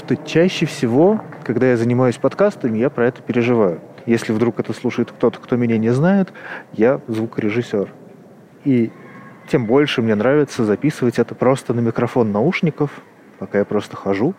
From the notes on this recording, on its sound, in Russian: Вечер, двор. В первой записи гуляю по ереванскому двору.